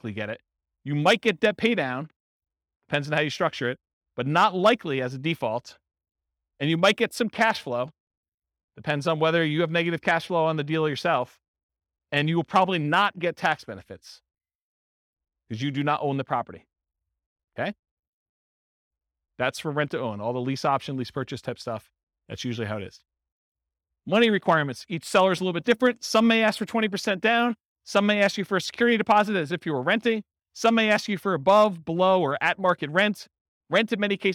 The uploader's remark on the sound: This was a live class recorded